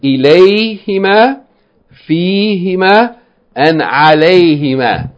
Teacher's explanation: In each of these cases, the pronoun huma became hima.